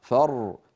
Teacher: فر بين الرخو والشديد، زمنها أقصر من فرغ، فرغ زمنها أطول من فر.